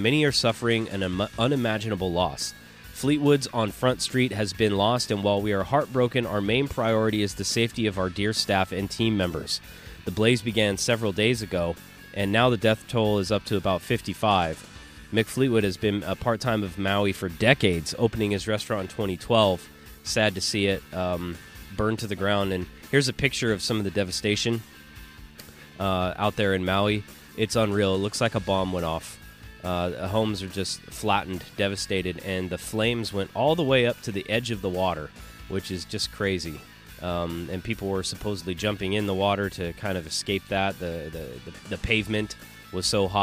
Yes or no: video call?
no